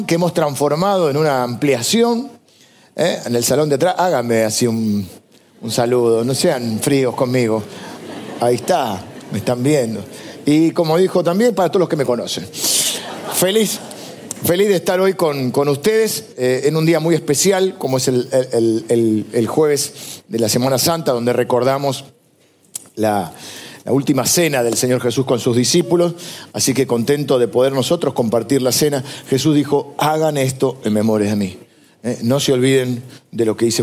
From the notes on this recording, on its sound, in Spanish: grabada en vivo en el auditorio de Iglesia del Salvador